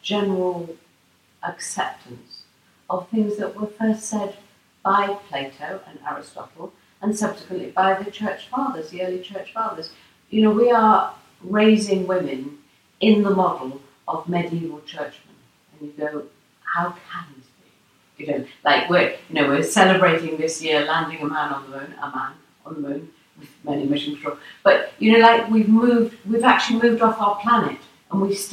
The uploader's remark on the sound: Thankfully, I was able to borrow a friend's microphone and made my way across the city to record this conversation. I hope you will forgive the slightly informal audio, I think what we talked about is worth turning up the volume a little bit for.